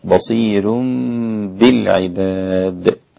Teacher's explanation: طبعا الراء مرققة للإمام ورش